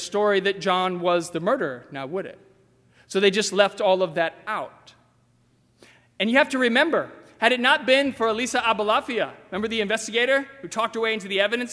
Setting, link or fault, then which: setting, large echoing room